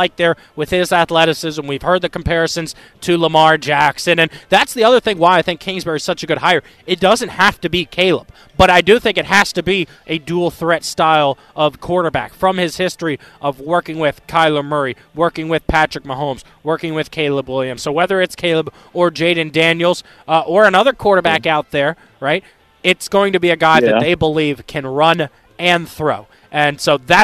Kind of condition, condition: setting, busy venue